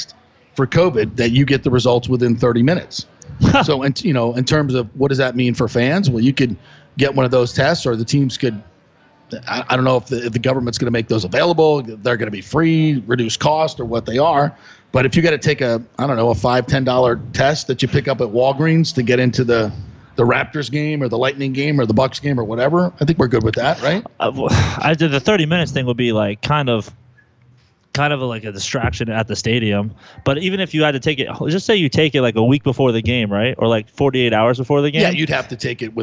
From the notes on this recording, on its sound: opens his show LIVE from Oak and Stone